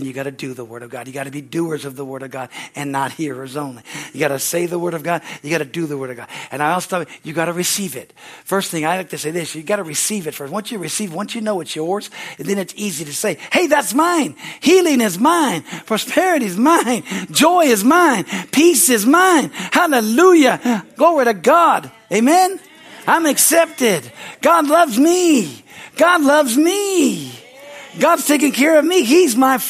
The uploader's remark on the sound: from the Sunday service on August 20, 2023 at Harvest Bible Church in Stockton, California